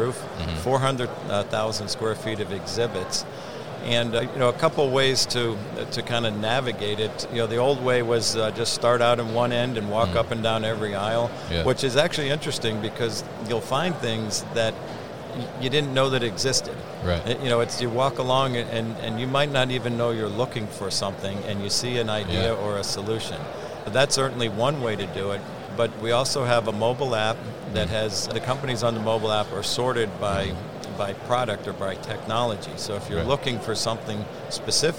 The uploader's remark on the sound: MODEX 2022 Special Episode. Joined live at MODEX 2022.